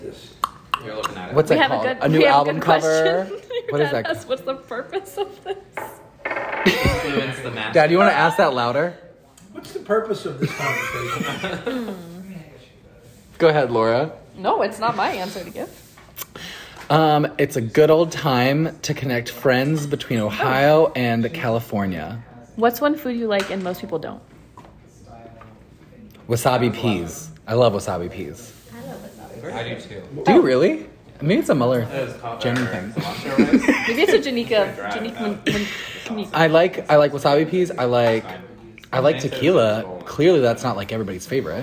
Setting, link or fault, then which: setting, live audience